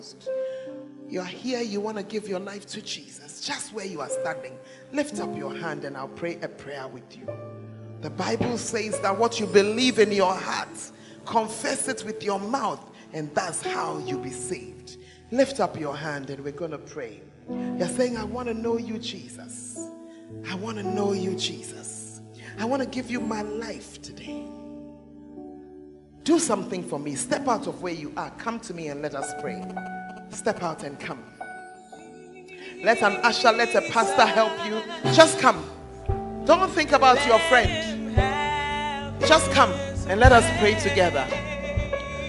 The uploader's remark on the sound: Preached At The Fountain of Life Cathedral (The Word Encounter Service).